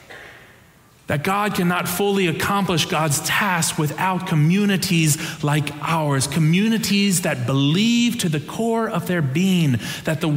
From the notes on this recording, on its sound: Preached on June 4, 2023 for our Sanctuary and MorningSong Worship Services.